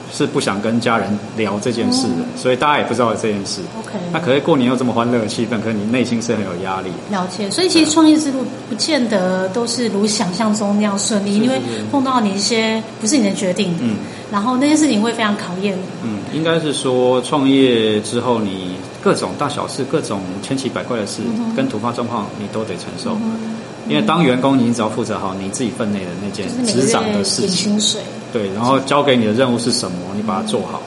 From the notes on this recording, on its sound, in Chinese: 因為收音環境有點白噪音 請多包涵